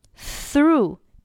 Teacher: th 这是一个咬舌音，上下齿轻触舌尖，在这里声带是不震动的